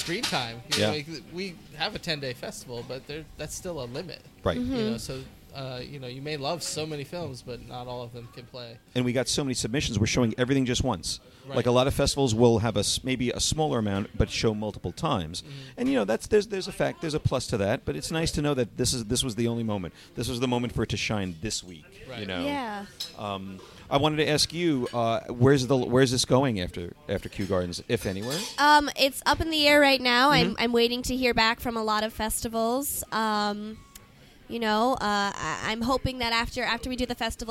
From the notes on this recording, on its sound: at the Kew Gardens Festival of Cinema Filmmakers Lounge at Ateaz